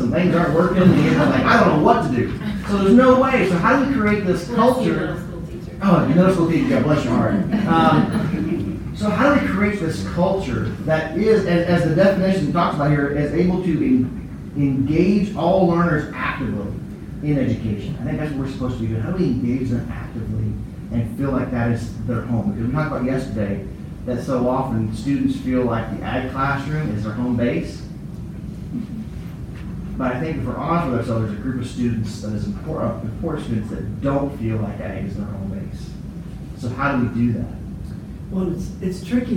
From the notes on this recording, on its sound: ag teachers at the 2018 NAAE Conference